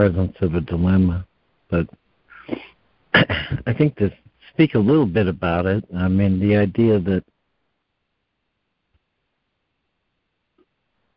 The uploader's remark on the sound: ACIM Daily Conference Call.